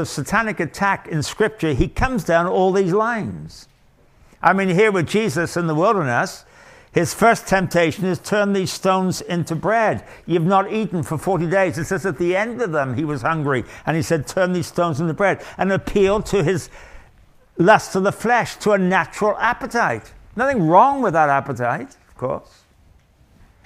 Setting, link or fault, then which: setting, live audience